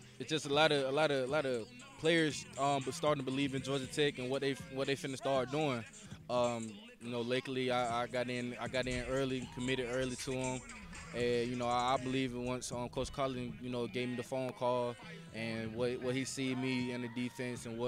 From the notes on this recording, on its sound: Recorded live at the HotList football recruiting camp in Villa Rica, Georgia.